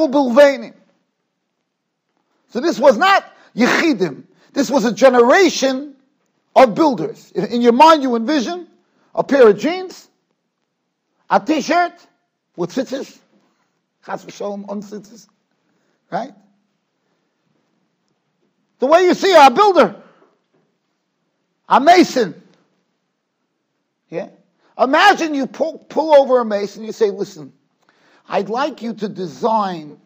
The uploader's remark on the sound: Shiur recorded in Yeshivas Ohr Reuven, Monsey, NY.